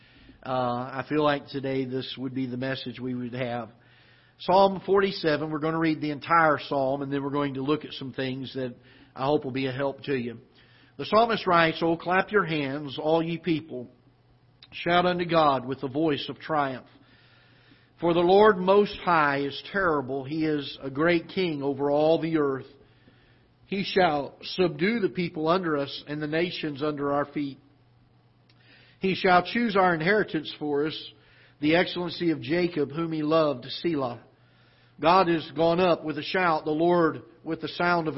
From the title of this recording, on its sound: Ketha Heights Baptist Church ~ Live Broadcast